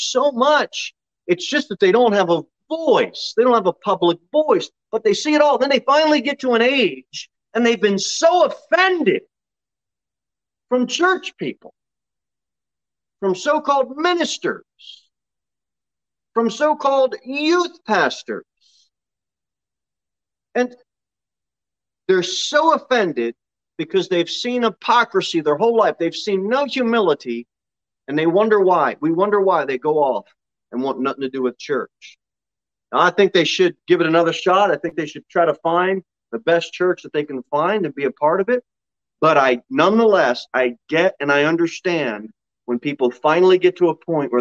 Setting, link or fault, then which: setting, large echoing room